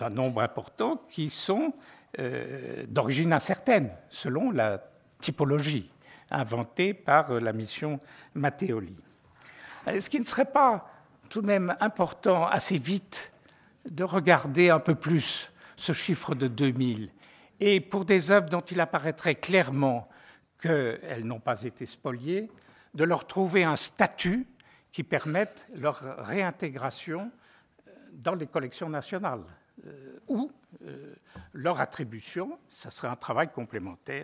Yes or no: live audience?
yes